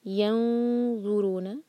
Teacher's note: نون پر اخفاء، نون کی آواز کو چھپائیں گے اور ذو کے لیے زبان تیار کریں گے. ہیوی اخفاء ہوگا کیونکہ ذو ہیوی لیٹر ہے.